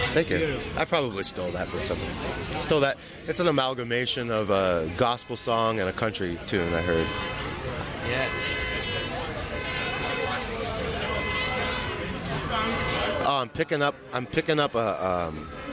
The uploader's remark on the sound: recorded live between midnight and 2am on the streets of the Lower East Side at 117 Ludlow St in front of the Alyssa Davis Gallery afterparty